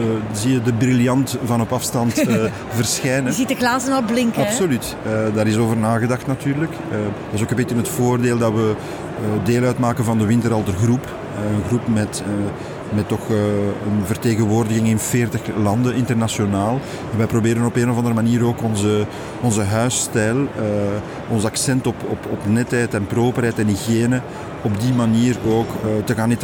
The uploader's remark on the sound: Horeca Expo Live